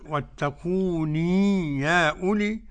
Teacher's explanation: قرأ بإثبات الياء وصلا فقط الإمام أبو عمرو وأبو جعفر